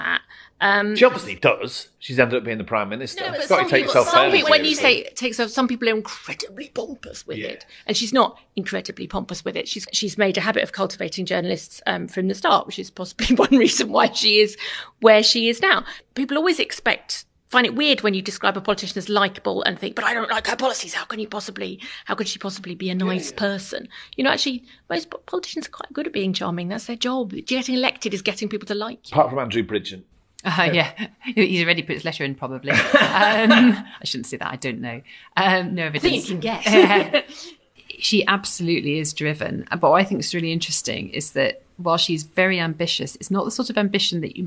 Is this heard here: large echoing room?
no